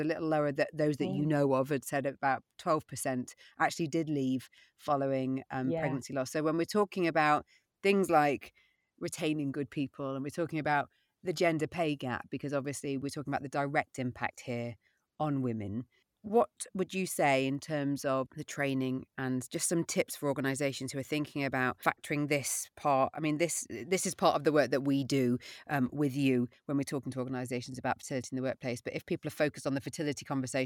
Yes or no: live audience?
no